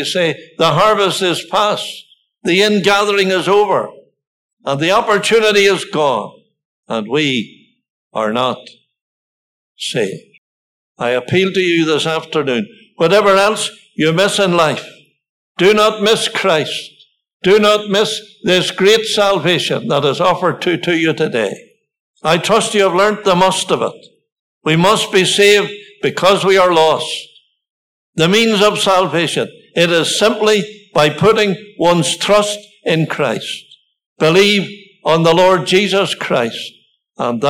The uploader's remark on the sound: Listen to a Gospel Audio Recording from Ballyclare Gospel Hall.